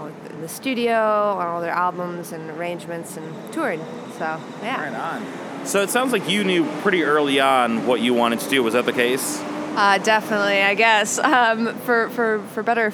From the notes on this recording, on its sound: Recorded at SXSW 2016